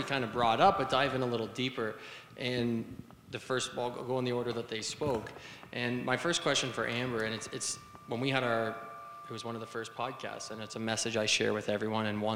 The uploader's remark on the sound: The audio from the first ever Heroic Minds Live Event held at the University of Waterloo on March 20th 2019. Had an interactive conversation with the audience.